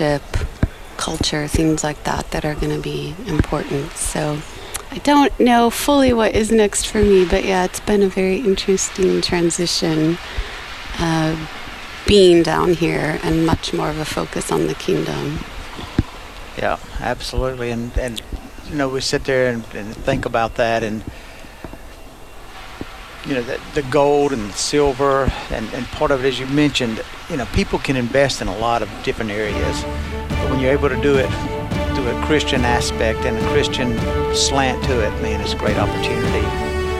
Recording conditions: busy venue